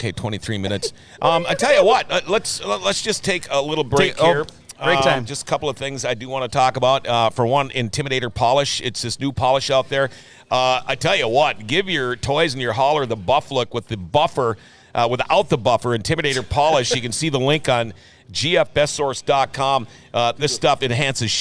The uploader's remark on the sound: we are live from the Greater Grand Forks Fairgrounds